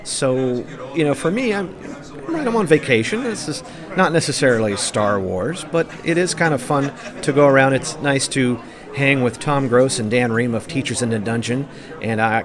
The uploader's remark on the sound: Recorded onsite at the Grand Geneva Resort in Lake Geneva, Wisconsin. While walking the show floor. I landed at the booth Smugglers Coffee.